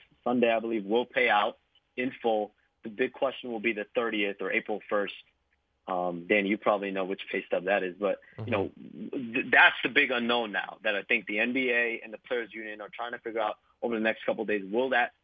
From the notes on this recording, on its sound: joined via phone